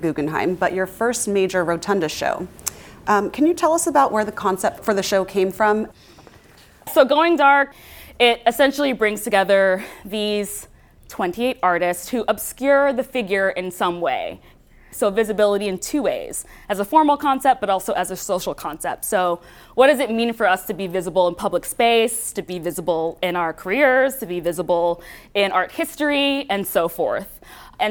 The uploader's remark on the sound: During a live recording of the Art from the Outside podcast. At the Guggenheim Museum. In front of a live audience.